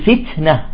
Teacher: التاء إذا كانت ساكنة يجب عدم قلقلتها ويجب همسها